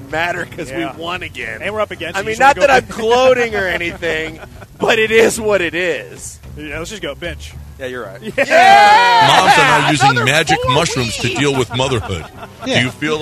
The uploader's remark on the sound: LIVE from Drift Bar in the Heights!